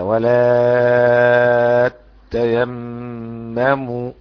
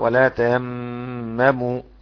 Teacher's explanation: بيشدد التاء ويمد الألف مادة مشبعا في حالة التجديد، والباقي بالتخفيف · Shown in: first take · يعني هو له وجهان، فيقرأ هكذا: ولا تيمموا.